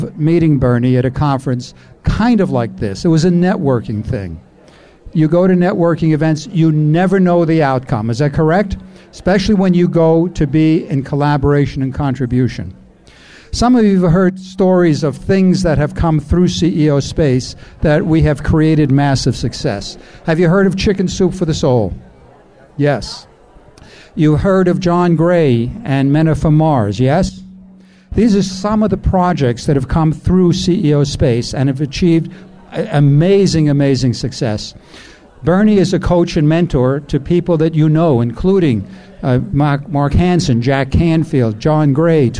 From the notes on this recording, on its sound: VoiceAmerica Talk Radio Live from NetMob Premiere™.